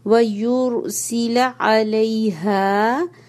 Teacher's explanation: علیہا یہ آپ کا سینے سے ہا ادا ہوگا